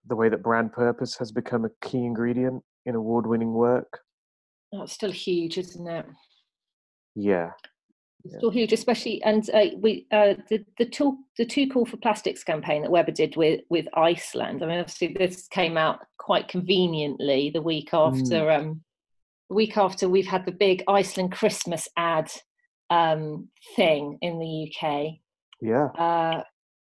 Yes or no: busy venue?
no